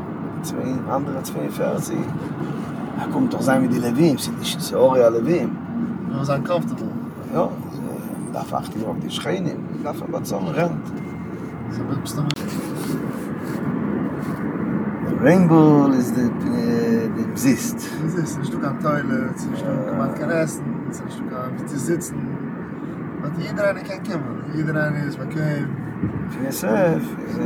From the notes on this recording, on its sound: On The Way From JFK To Stony Point